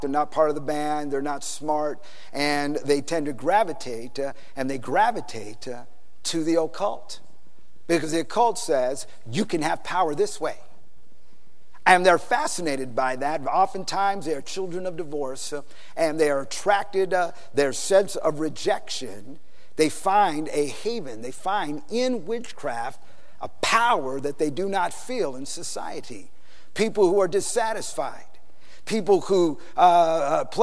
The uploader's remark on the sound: PREACHED IN SAN ANTONIO TX 2011